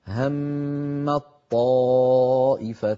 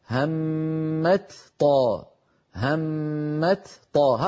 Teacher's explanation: المثال الثاني هم الطائفتان، أيضا هنا تاء وطاء، والتاء والطاء من المخرج نفسه، فالأصل أن نقول همت طاء، همت طاء، هكذا الأصل، لكنه ثقيل فلذلك كانت العرب تحول التاء في همت إلى طاء ثم تدغم الطاء في الطاء التي بعدها فيصيران طاء واحدة مشددة يرتفع اللسان عنهما ارتفاعة واحدة فيقولون هم الطائفتان.